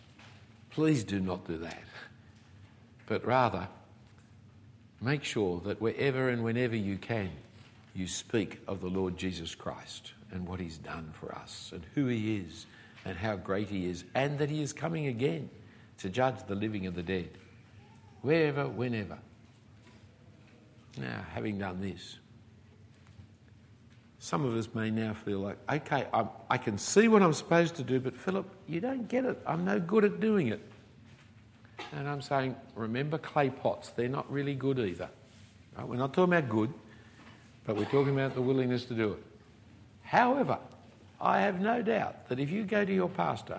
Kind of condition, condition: setting, live audience